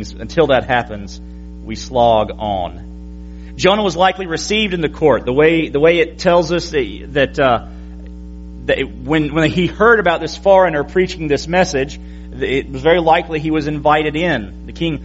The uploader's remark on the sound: PM Service. FBC Sulphur, LA.